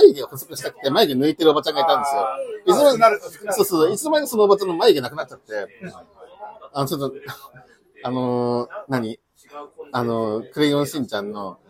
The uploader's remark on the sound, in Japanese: 先日のとらんぽりんでの飲み会中、コラボ録っちゃう？みたいなノリから収録してみました 周りの音も拾いまくってるのでお聞き苦しいかと思いますが